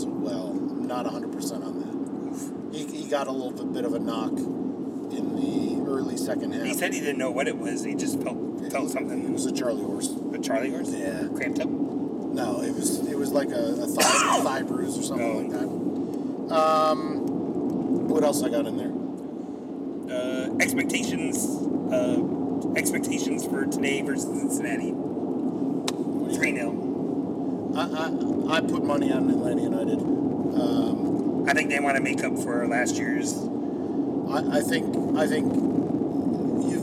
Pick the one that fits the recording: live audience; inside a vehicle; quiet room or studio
inside a vehicle